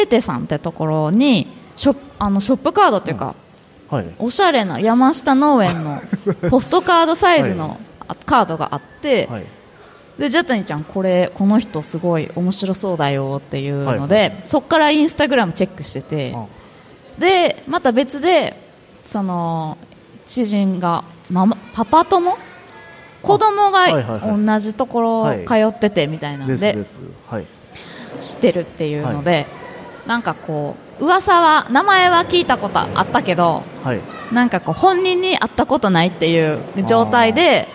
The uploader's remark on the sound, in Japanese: 公開収録。鳥取県倉吉市発。